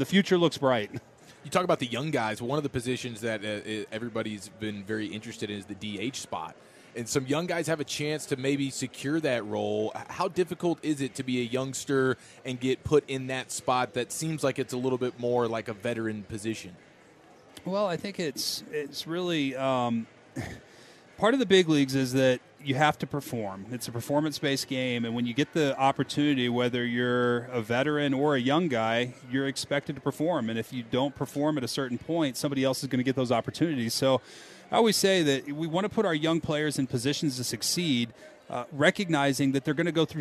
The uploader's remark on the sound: Live from Texas Rangers Spring Training. Live from spring training in Surprise.